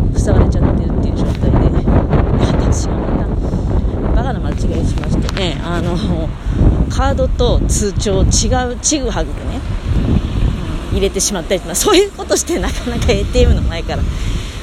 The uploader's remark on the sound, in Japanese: 強風の中をひとり歩きながら喋る